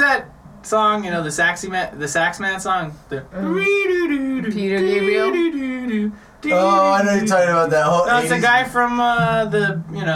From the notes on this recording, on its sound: Enjoy our newly renovated, purely conversational drunk-style podcast and bear with us while we get used to our new mics!